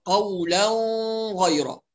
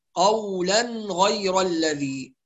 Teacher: فيأتي بغنة في النون والتنوين عند الغين والخاء · Shown in: first take